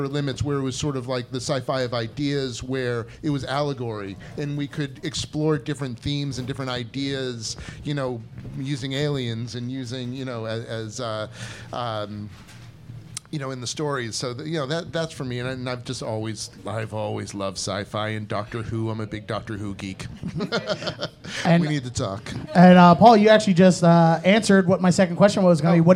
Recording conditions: busy venue